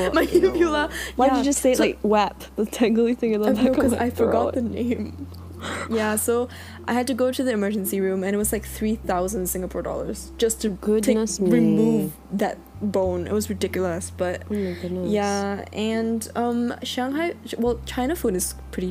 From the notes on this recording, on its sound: Both our laptops kept making loud fan noises.